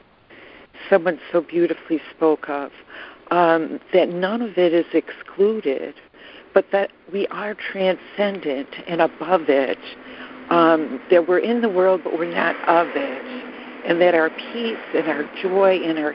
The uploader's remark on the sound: ACIM Daily Conference Call